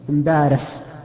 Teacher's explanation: قلب الألف واللام ميم، وهذه موجودة الآن في مصر